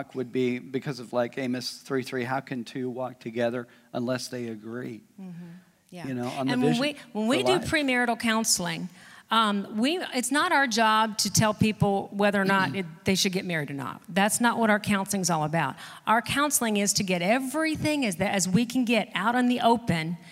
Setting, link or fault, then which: setting, large echoing room